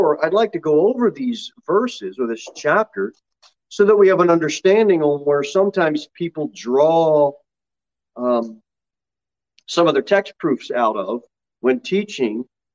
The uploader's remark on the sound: Sermon delivered at Pilgrim Baptist Church on Sunday, April 18, 2021, at 6:15 pm.